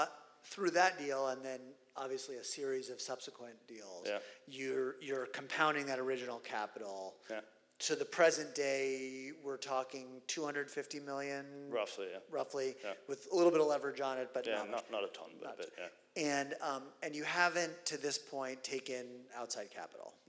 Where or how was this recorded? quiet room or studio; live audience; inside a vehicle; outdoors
live audience